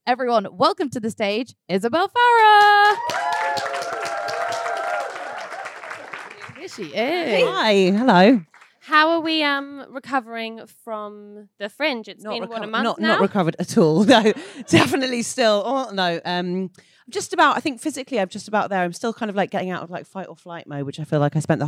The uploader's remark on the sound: Coming to you from the London Podcast Festival: The Guilty Feminist presents Media Storm’s debut show, live from King’s Place!